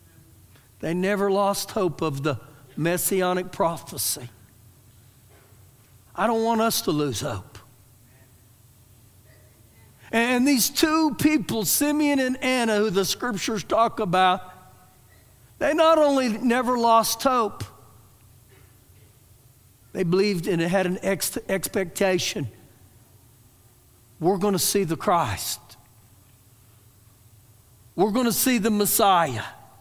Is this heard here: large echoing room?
yes